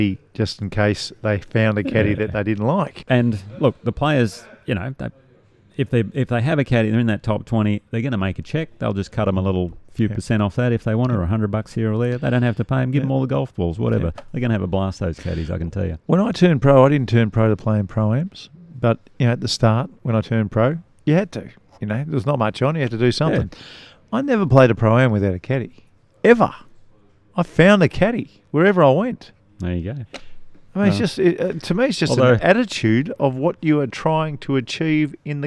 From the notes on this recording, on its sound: Today we're coming live from the famous Huntingdale Golf Club which is undergoing a huge redevelopment, we're in the lounge looking over piles of dirt with tractors and dump trucks everywhere